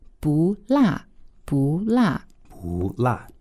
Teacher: usually 不 is fourth tone. However, if we put it before a fourth tone, 辣, we need to change it to second. · Term: tone change